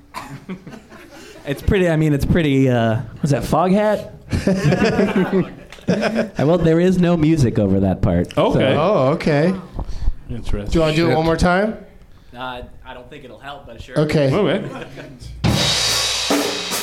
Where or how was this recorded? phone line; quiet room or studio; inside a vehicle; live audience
live audience